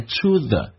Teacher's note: to 跟 the 不被强调，有一个弱化现象，可以弱化成 t